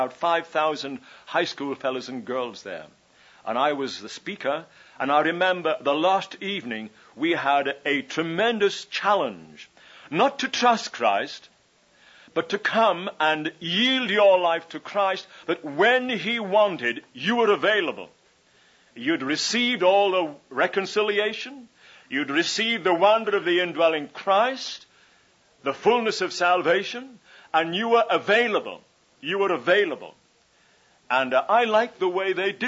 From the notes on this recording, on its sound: Session 7 from His Hill's 1981 Thanksgiving Conference